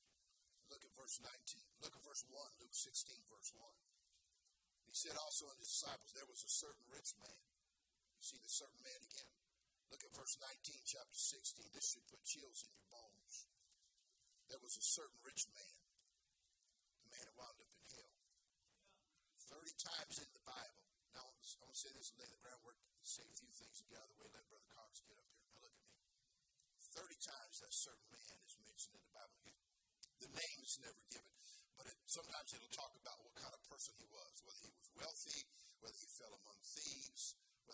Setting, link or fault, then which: setting, large echoing room